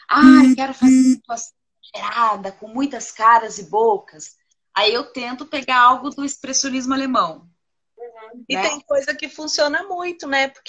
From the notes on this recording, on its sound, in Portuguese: Live ocorrida no Instagram